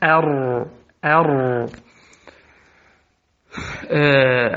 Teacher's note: حرف الراء قريب جدا من من اللام، ولكنه أدخل إلى ظهر اللسان